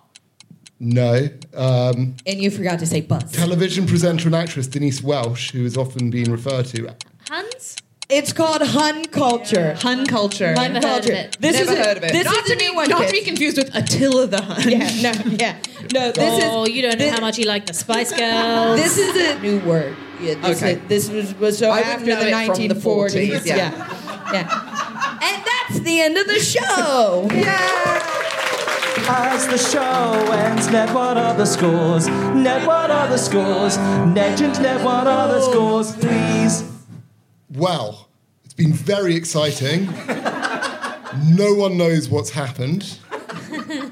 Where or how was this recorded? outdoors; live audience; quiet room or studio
live audience